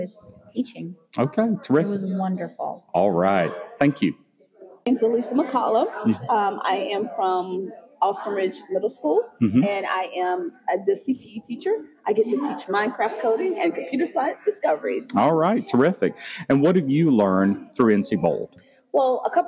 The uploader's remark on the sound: On Location at NCBOLD